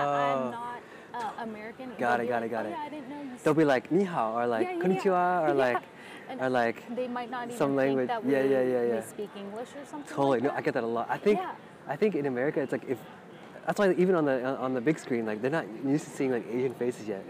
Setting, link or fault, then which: setting, outdoors